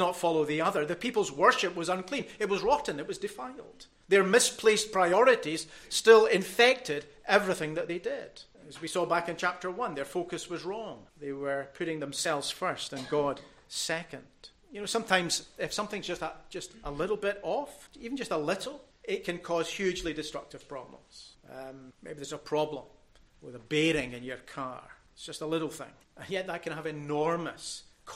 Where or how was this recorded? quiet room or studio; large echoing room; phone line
large echoing room